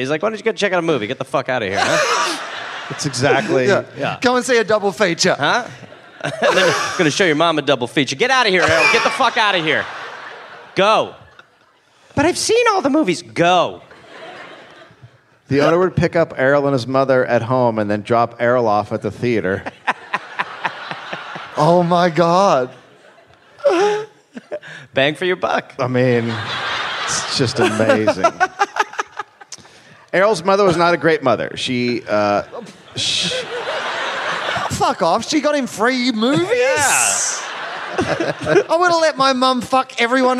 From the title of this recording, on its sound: Live in Brisbane